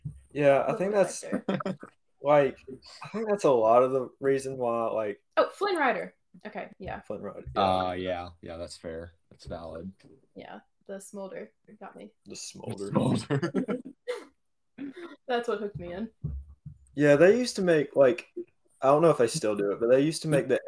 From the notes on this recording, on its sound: Sorry for the relatively poor audio quality. We had some technical difficulties due to having to record this episode remotely.